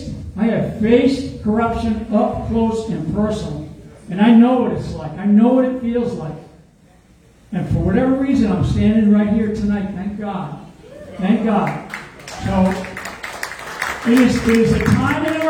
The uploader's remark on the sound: LIVE from Tulsa